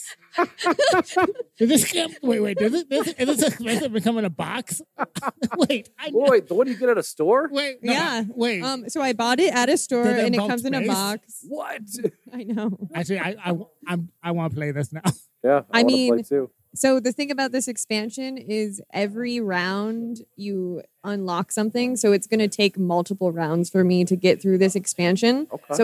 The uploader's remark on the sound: Live from Snaff 2023.